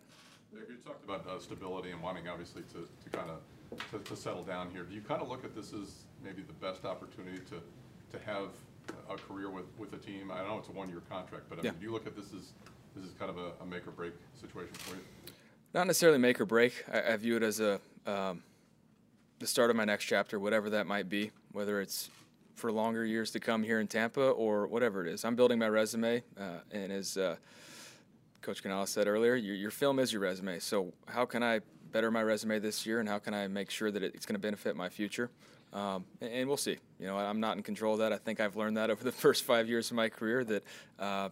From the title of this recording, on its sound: Press Conference